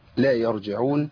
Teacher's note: الراء عندي ساكنة مفخمة لأنها ايه اتت بعد ايه بعد فتح الراء الساكنة بعد فتح